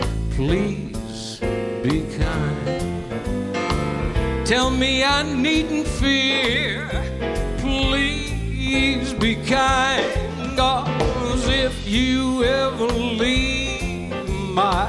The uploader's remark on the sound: Live at the South Point Casino